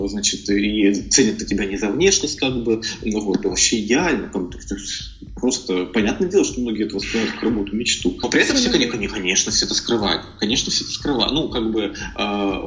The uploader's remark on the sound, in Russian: качество звука немного хромает - запись велась по телефону, мы находились в разных городах, поэтому заранее предупреждаю о помехах и шумах.